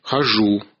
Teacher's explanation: «д» плюс «йот» перешло сначала в «дж», аффрикату «дж», а потом в «ж»